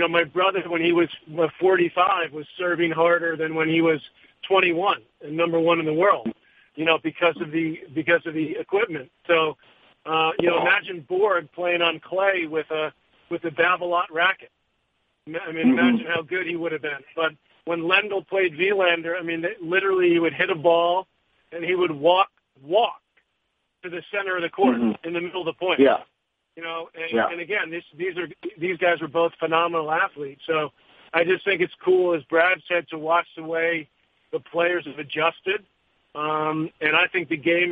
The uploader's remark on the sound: U.S. Open Conference Call